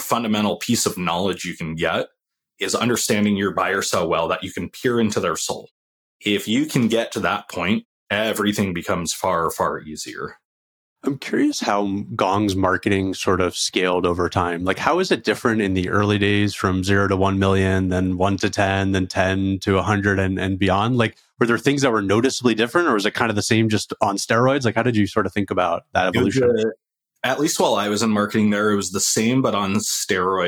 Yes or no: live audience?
no